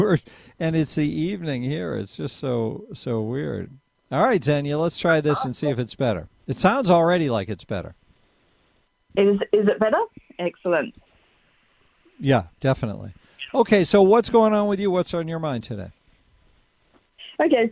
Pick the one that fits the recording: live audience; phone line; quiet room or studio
phone line